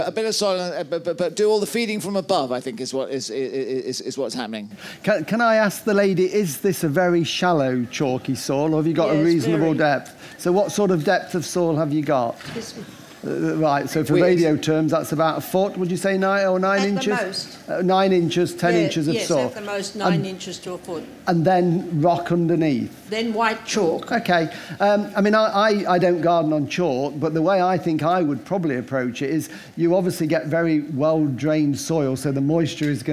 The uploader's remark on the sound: Live from Chatsworth. This week we're at the RHS Chatsworth Flower Show in Derbyshire, revelling in this floral extravaganza in the heart of the Peak District. Chairs a live question and answer session with leading gardening experts.